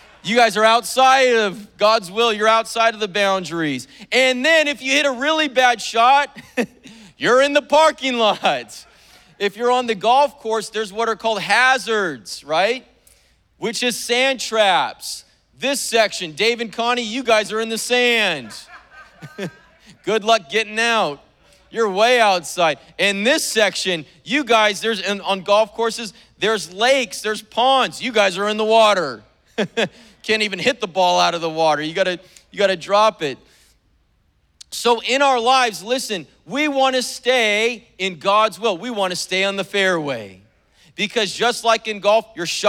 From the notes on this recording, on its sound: was preached on May 1st at the 10AM service